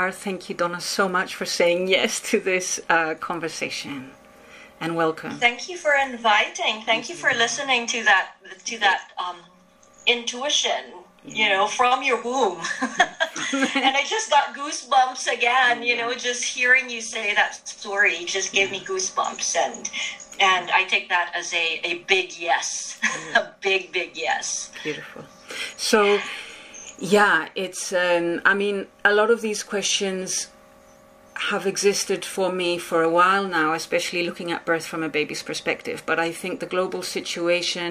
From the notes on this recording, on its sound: A lot of interesting perspectives show up in this conversation which was recorded online.